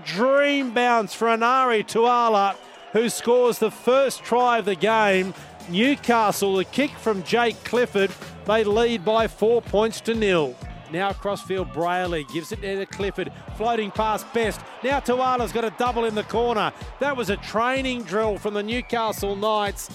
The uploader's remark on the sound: Live from Campbelltown Sports Stadium